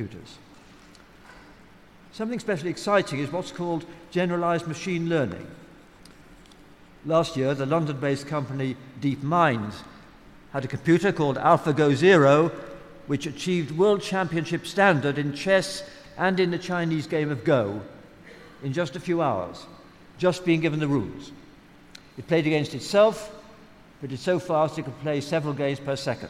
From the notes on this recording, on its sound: Recorded live at the EartH in London's Hackney on 19th March 2019.